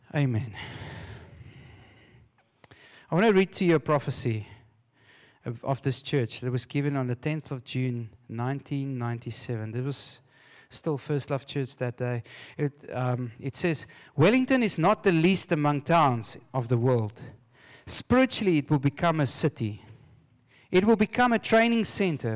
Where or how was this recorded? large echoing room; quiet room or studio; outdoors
large echoing room